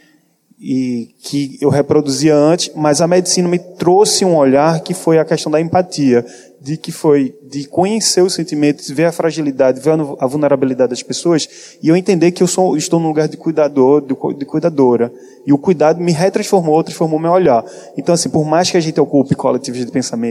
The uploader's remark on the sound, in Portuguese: Gravado durante o 17º Congresso Brasileiro de Medicina de Família e Comunidade. Apoio Técnico da gravação e captação de Áudio: equipe da organização do congresso Brasileiro de Medicina de Família e Comunidade.